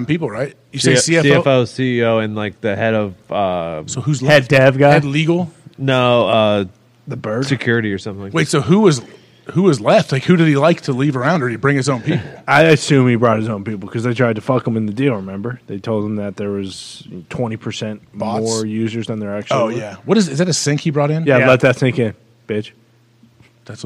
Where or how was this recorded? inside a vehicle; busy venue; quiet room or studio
busy venue